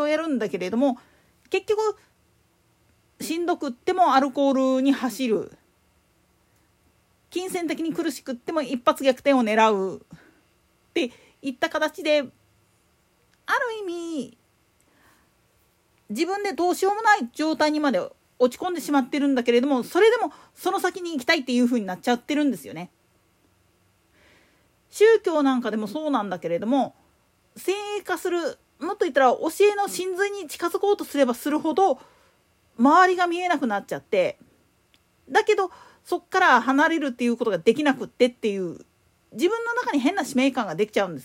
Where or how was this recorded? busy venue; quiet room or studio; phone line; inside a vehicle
quiet room or studio